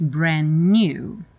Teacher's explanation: nem pronuncio o D, já junto os N's